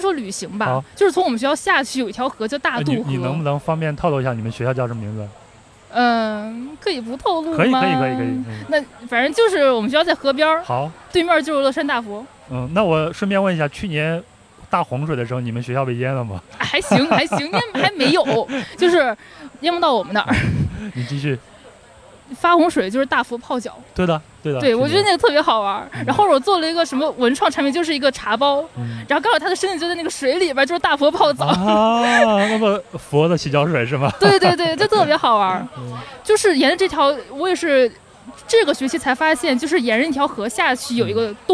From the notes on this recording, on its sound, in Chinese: 播客节偶遇“壮游者”。所以，这次我就带过去了录音设备，准备在现场，偶遇一些人，聊一聊他的印象很深的一个旅行故事。这期节目是在户外录制，现场有很大的嘈杂声。